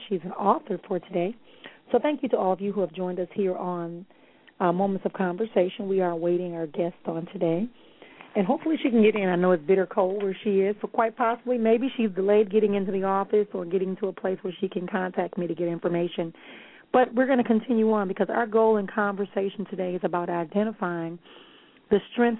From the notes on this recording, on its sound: callers may call in with questions